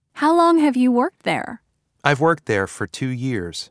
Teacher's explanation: The word for is often pronounced fur when it is unaccented.